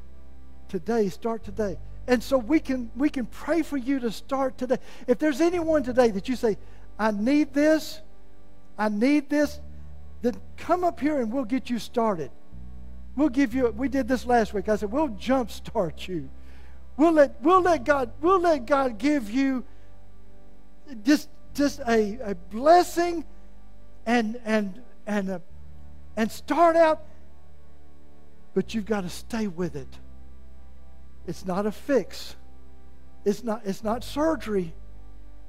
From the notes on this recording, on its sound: was preached at Malvern First Assembly of God on Sunday, November 20, 2022.